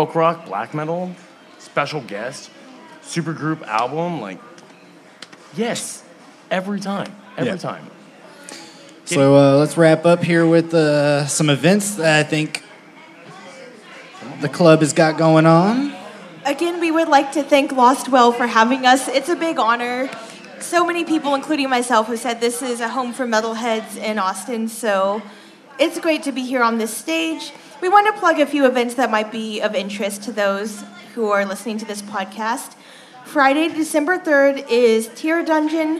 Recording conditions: live audience